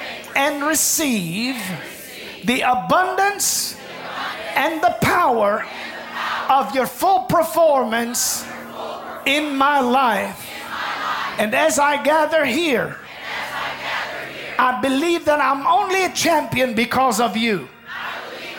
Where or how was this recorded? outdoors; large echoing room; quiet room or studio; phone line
large echoing room